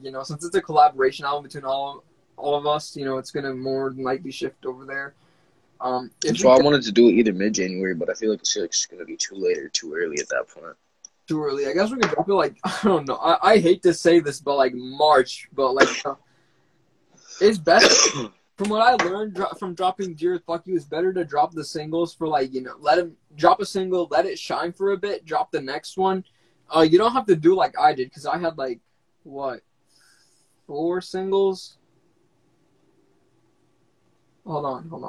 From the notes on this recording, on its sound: went on Instagram Live